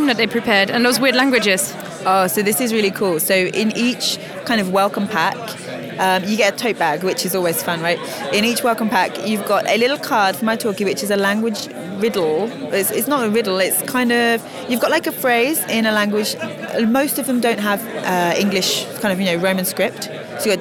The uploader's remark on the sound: Live from the Polyglot Gathering in Berlin. There are opportunities to listen in to the fabulous language introductions. I also brought my microphone to several new people. Languages heard on this show: German, Esperanto, Spanish, French, Indonesian, Greek, English.